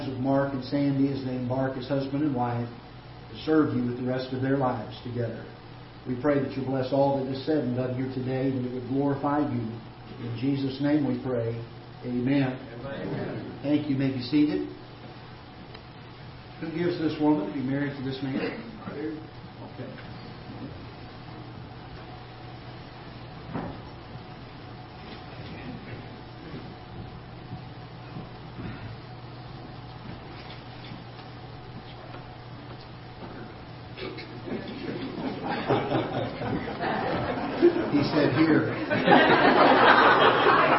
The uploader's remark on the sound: Ketha Heights Baptist Church ~ Live Broadcast